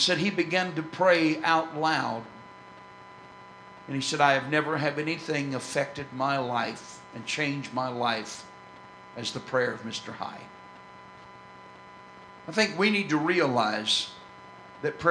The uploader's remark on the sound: This excerpt was recorded on November 7, 2004 at First Apostolic Church in North Vernon, Indiana.